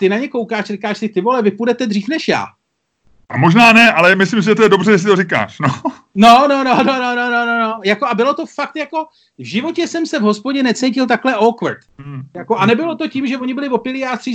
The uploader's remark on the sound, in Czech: Takže zbývá doplnit, že i tento podcast jsme natočili přes Skype.